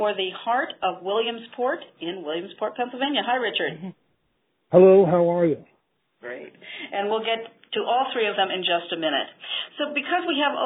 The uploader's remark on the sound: In this call recording you’ll hear from individuals representing organizations large and small